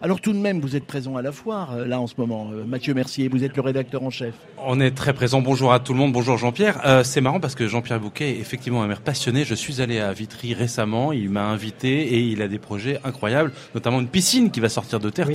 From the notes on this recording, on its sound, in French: RCF en direct de la 76e Foire de Châlons.